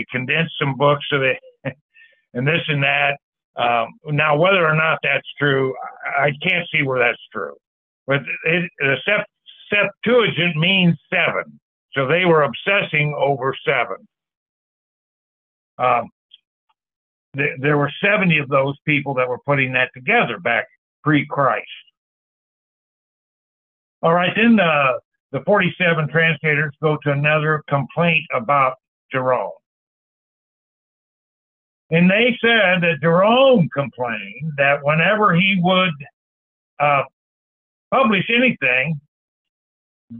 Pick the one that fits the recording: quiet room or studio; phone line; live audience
phone line